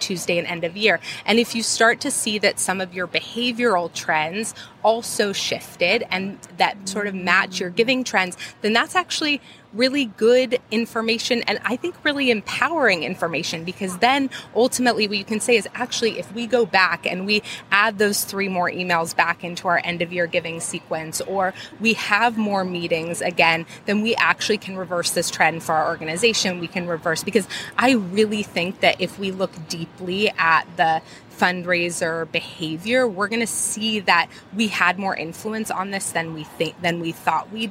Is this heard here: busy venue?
yes